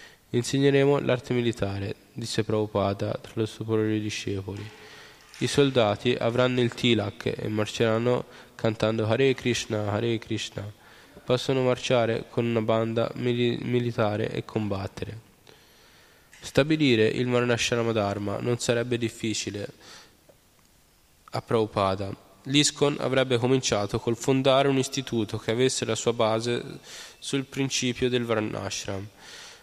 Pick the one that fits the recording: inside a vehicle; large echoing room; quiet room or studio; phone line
large echoing room